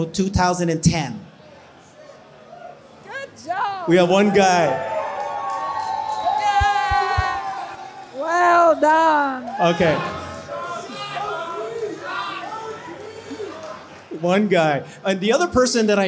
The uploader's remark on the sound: Tesla Investor Day Panel at Clive Bar.